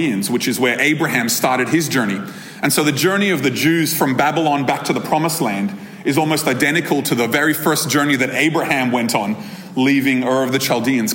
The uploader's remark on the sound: This episode was recorded at a Thrive Community gathering on 20 August 2023.